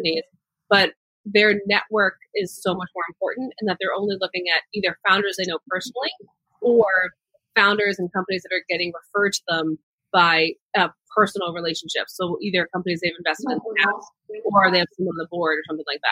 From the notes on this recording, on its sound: this episode was first recorded as a webinar in May 2020 and converted to a podcast